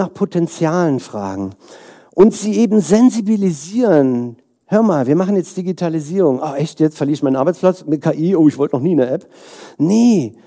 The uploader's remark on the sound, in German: Inhalt der Folge ist ein Keynote-Mitschnitt